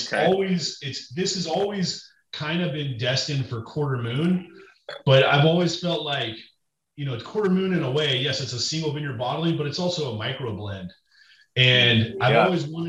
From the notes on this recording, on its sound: Listen in on their entire Zoom chat